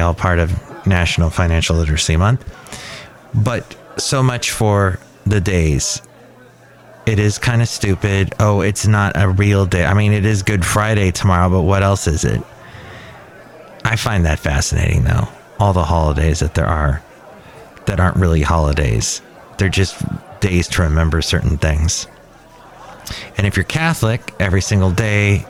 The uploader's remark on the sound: podcasts live from Cafe Anyway